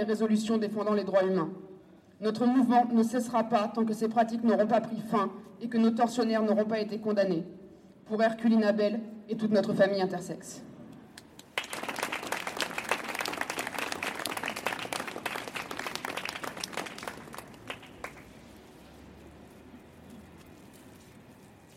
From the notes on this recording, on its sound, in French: Le dimanche 7 novembre 2021, place de l’Odéon à Paris. Des voix, des mots, par phrases, enregistrés par fragments parmi la petite foule réunie au pied du théâtre de l’Odéon. Au son du mégaphone, les participant.e.s descendent vers la faculté de médecine, rue de l’Ecole de Médecine.